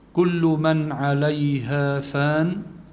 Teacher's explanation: نون ساكن بعدها عين، بيكون عنا إظهار من غير غنة